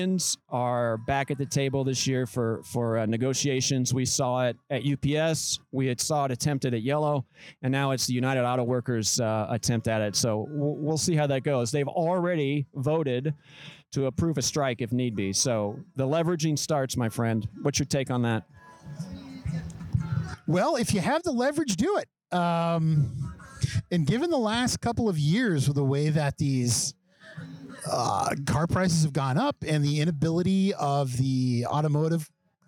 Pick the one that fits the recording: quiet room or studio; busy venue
busy venue